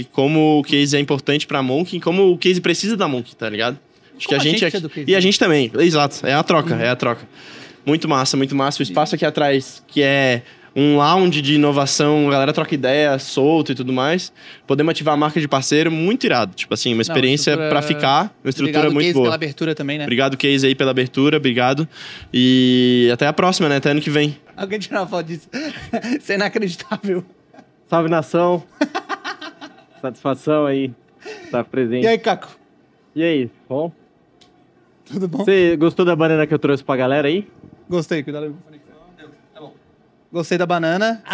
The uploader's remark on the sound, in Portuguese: Diretamente do Case ABStartups, gravamos vários episódios incríveis para o De Galho em Galho durante este evento.